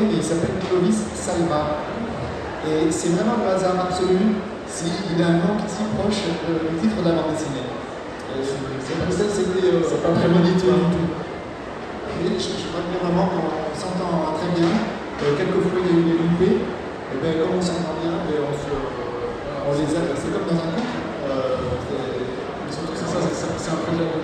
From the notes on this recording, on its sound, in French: Premier enregistrement effectué lors de l’édition 2019 du TGS. TGS 2019 : Conférence. Premier enregistrement effectué lors de l’édition 2019 du TGS , il s'agit de la conférence sur la création et l’édition d'une bande dessinée.